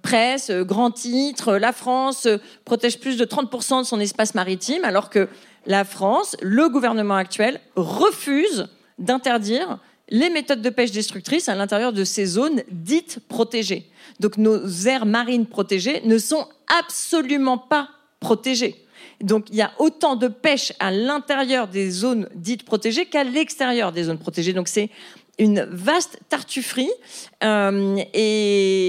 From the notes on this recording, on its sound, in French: Captation réalisée au théâtre de l'Européen.